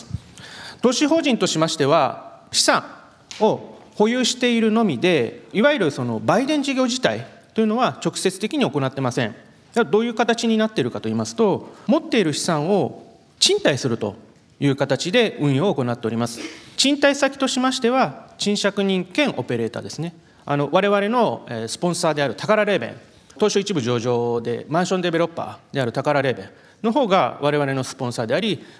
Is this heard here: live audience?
yes